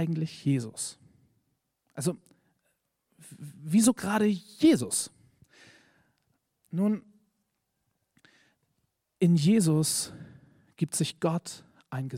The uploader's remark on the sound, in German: Predigt im Rahmen des GreifBar+ Gottesdienstes